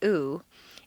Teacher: The oo sound is located far forward in the mouth and requires you to round your lips. · Term: tense vowel